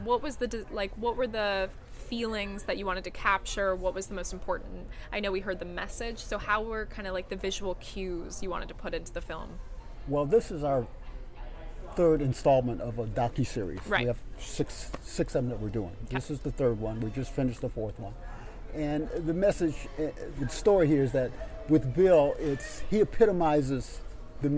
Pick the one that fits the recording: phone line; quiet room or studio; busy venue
busy venue